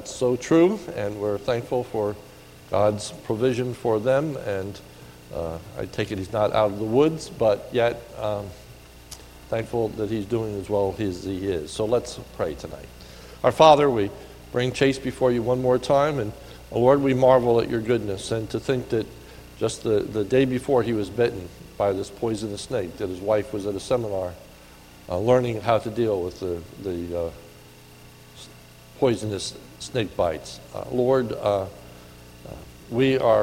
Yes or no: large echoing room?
yes